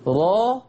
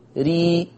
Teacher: يبقى مؤخرة لساني عليت في الراء المفتوحة والمضمومة، ونزلت في الراء المرققة المكسورة. ده التفخيم، ده الترقيق، كلام على مؤخرة لساني.